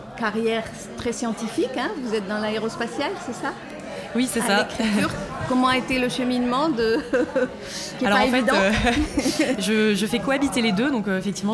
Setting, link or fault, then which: setting, busy venue